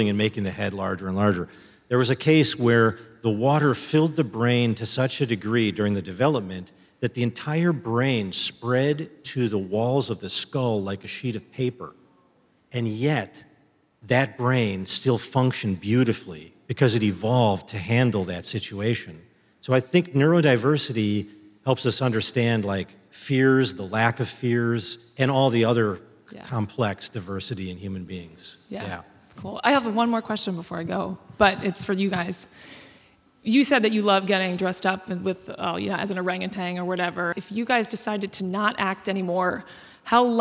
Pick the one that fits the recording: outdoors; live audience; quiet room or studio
live audience